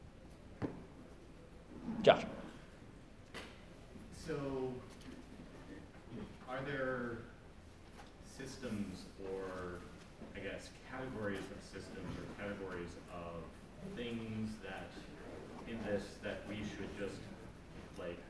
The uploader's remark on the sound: Given at the 21st Conference of the Society for Philosophy and Technology.